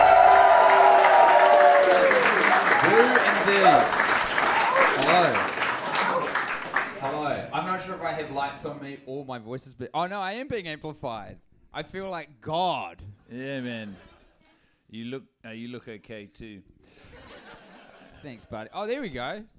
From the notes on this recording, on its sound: The Melbourne Live Episode. This Melbourne live show, originally taped while deep in the trenches of Fast 8.